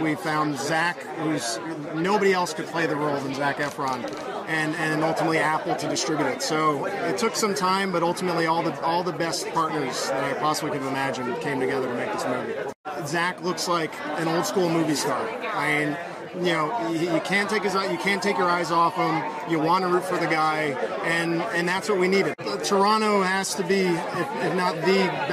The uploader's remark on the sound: At the Toronto International Film Festival, we spoke to the cast. At its premiere event.